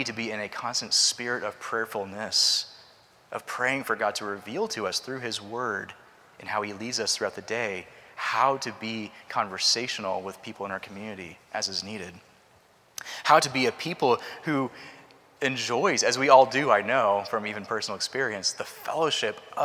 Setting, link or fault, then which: setting, large echoing room